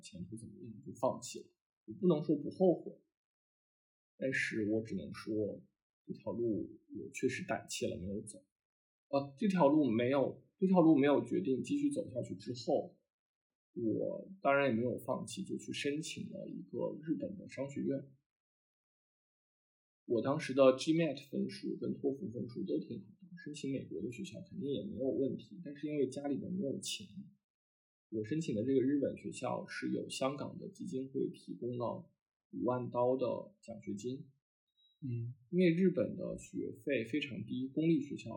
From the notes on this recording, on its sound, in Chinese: 新手主播第一次录节目，音质略有瑕疵，还请见谅。